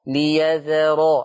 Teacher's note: خلصوا الذال من الراء، ليذرا عشان ما تنقلبش الذال إلى ظاء فتطلع ليذرا.